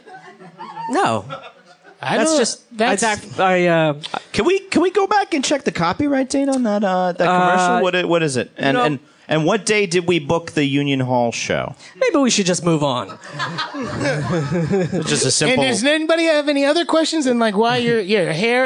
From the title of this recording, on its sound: Live at Union Hall